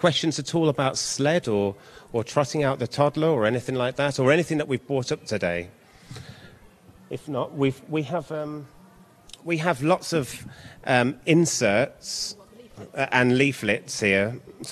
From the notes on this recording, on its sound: This talk was given at New Dawn 2023, a conference held annually at the Catholic National Shrine of Our Lady of Walsingham.